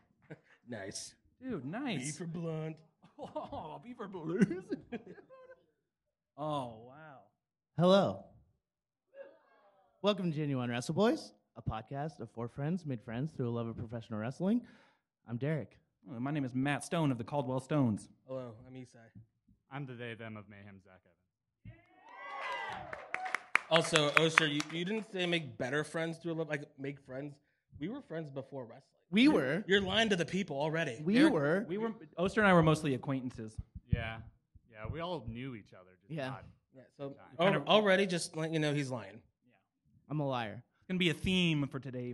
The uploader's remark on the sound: LIVE FROM TREEFORT MUSIC FEST 2022. Live at Treefort Music Fest 2022.